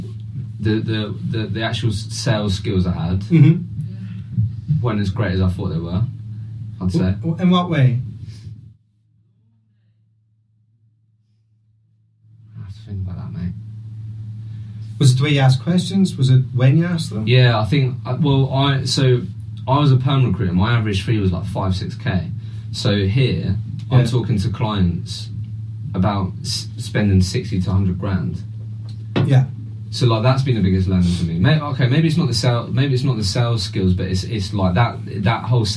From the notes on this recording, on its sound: I experienced the dreadful moment of having a 50 minute chat and realising I didn’t press the record button. The sound quality on this one is not amazing so I apologies in advance!